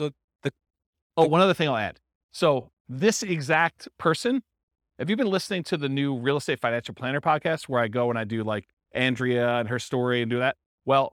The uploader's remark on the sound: This was a live class recorded